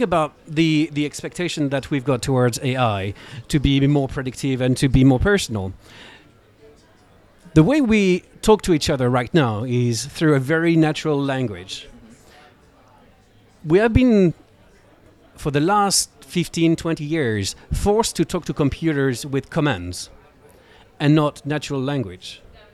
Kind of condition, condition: setting, busy venue